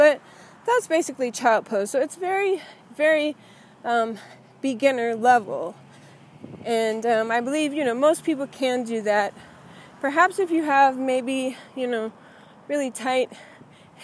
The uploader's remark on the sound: In this impromptu episode, as I was walking on my way to yoga.